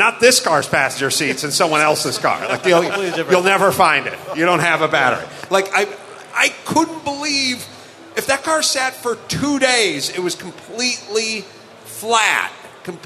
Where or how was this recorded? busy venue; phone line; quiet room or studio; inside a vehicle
busy venue